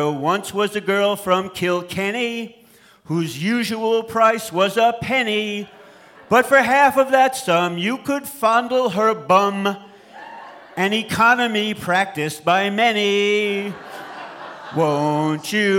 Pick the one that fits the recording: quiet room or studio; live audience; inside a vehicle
live audience